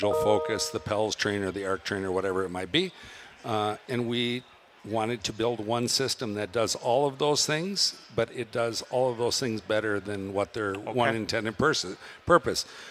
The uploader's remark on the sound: We are live at the Minnesota Golf Show. We are live at the Minnesota Golf Show from the Josh Arnold Investment Consultant podcast stage.